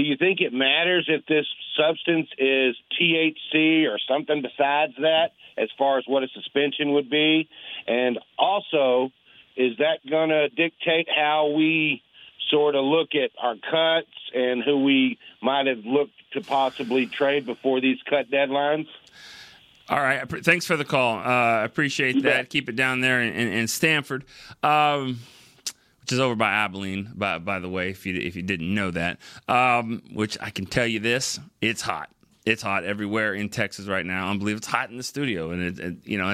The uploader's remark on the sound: takes a handful of phone calls in this fast-paced 30-minute show